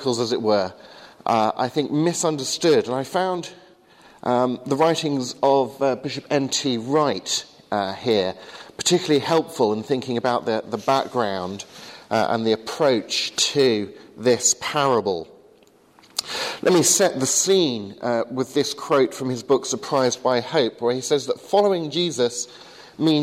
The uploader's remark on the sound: Delivered to the 8am service at Highfield Church Southampton.